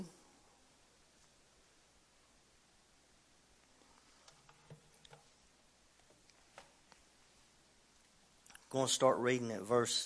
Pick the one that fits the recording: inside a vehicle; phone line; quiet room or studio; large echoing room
large echoing room